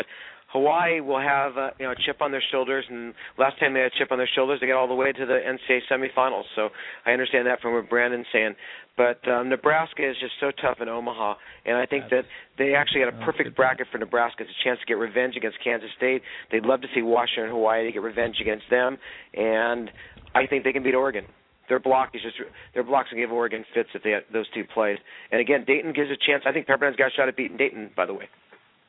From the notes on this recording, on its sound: call